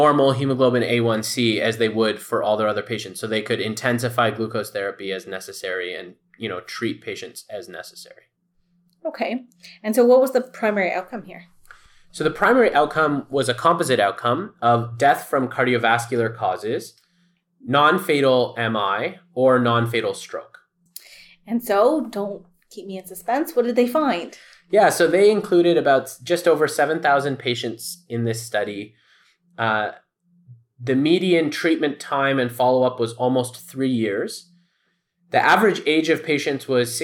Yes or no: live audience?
no